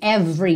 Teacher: você não pronuncia o E do meio